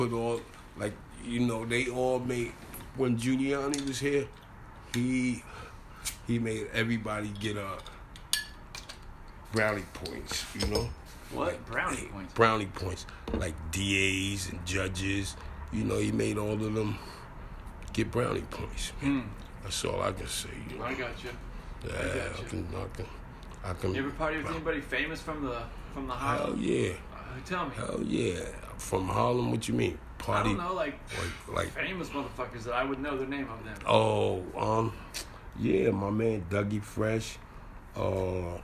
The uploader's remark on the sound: This is a recording that I took from a gentleman I met on Christmas Eve of 2018. Right outside the liquor store -We were both stumblin, lonely and just started chatting on the mean streets of Harlem.